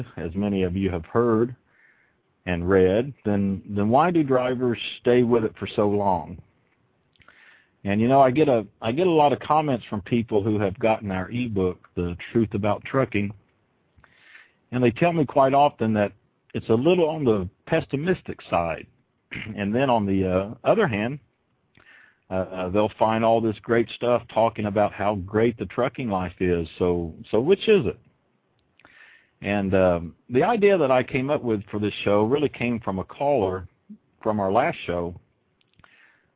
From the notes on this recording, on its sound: Opening up the phone lines to take callers questions. Truth About Trucking "LIVE".